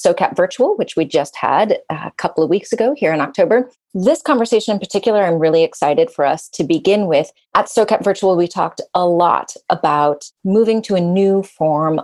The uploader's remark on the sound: This chat was recorded live as a webinar for SOCAP, a global impact investment summit that takes place annually.